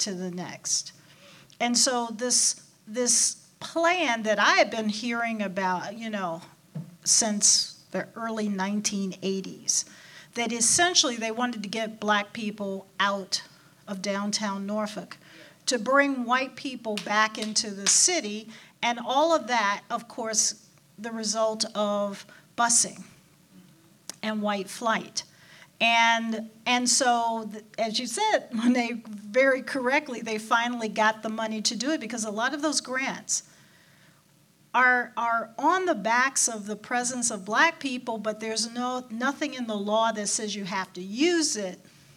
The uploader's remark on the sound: A live panel. This was recorded live at the Attucks Theatre as part of our Community Listening Party.